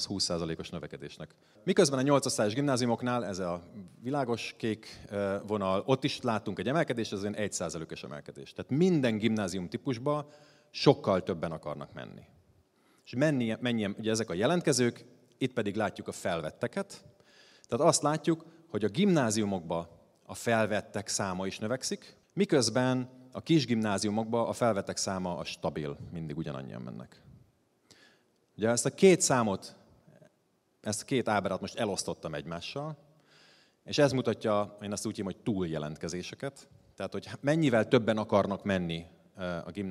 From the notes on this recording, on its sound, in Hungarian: a hatodik Qubit Live-on tartott előadásában